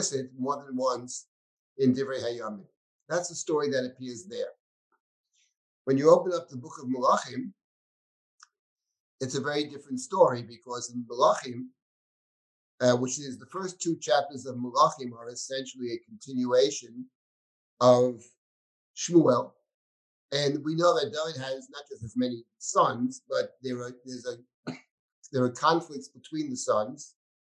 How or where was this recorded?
video call